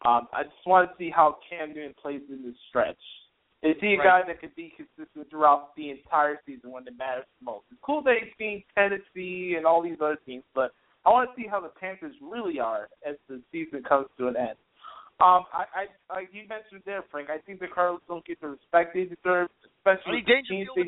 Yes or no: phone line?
yes